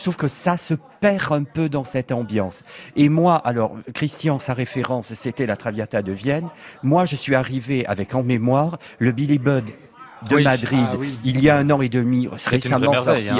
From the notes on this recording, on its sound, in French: En direct et en public depuis l'Hôtel Bedford.